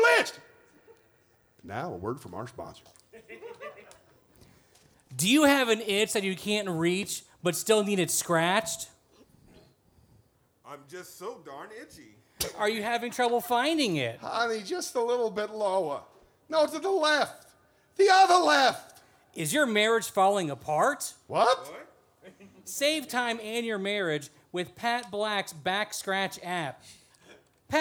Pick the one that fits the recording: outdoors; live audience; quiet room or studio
live audience